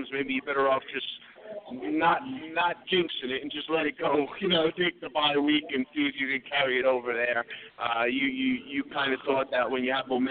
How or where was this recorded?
busy venue